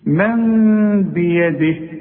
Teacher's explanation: اقلب لنا النون الى ميم واخفيها وغنها. والغنة بمقدار حركتين لا تزيد ولا تنقص. · Term: إقلاب